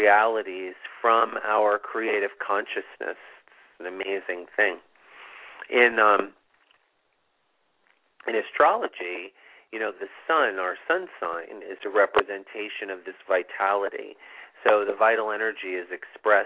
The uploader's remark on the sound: It's a call in show!